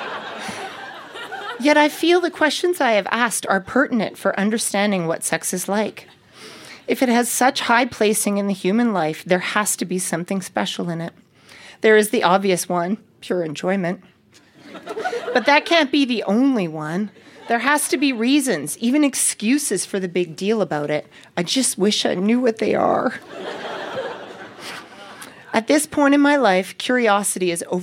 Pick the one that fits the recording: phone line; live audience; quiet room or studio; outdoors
live audience